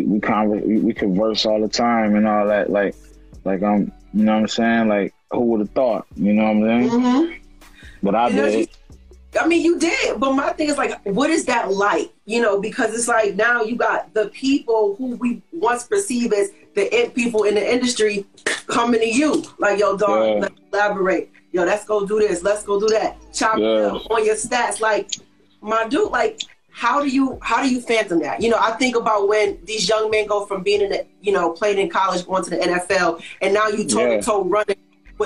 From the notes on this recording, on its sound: Had the chance on Instagram Live